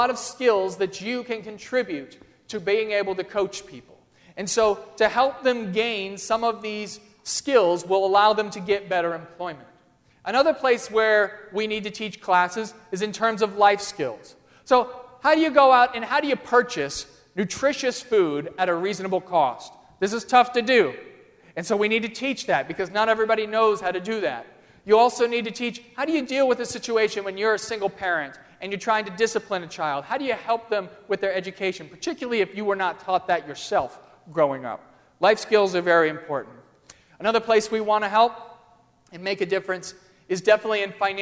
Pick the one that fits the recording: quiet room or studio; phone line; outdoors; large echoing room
large echoing room